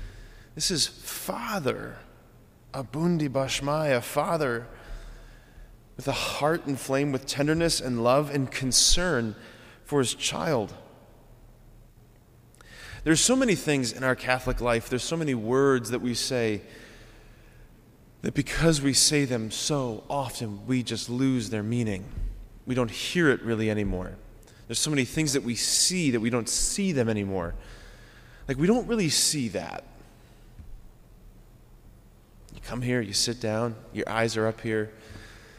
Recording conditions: large echoing room